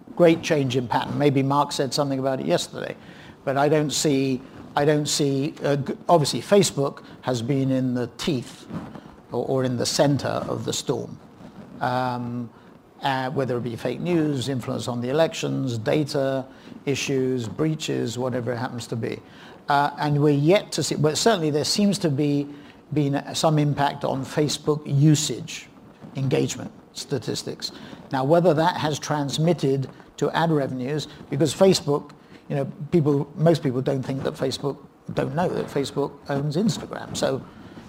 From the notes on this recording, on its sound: In a keynote session from PRovoke18